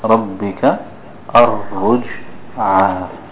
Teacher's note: Remember the ra, when it has a fatha, it has a full sound to it, the thickness.